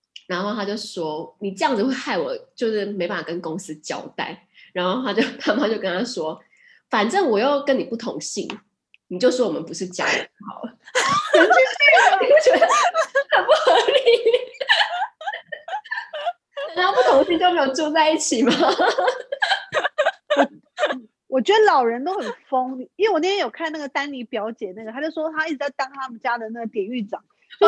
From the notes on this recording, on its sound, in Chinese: 久違的遠端錄音